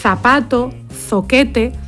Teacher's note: cuando lo pronunciamos ponemos la lengua entre los dientes · Term: interdental